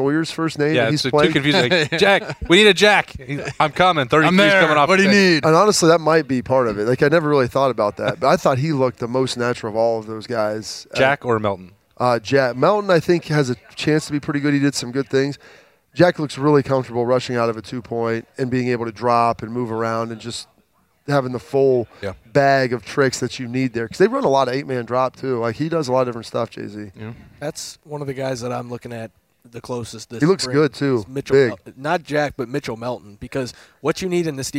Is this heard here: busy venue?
yes